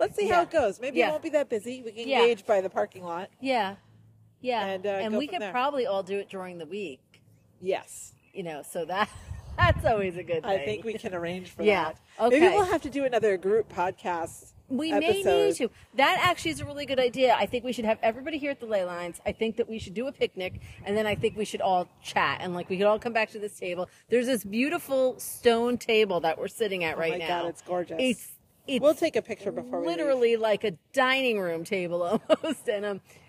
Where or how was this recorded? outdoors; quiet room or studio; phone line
outdoors